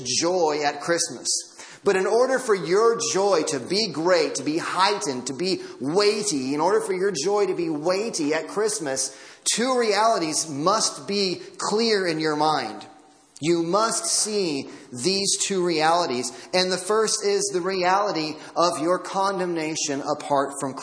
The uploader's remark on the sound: Audio from Christmas Eve Service.